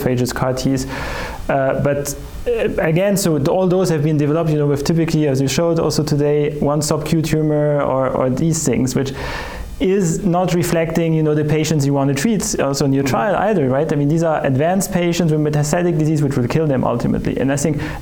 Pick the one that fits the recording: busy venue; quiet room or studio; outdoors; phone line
busy venue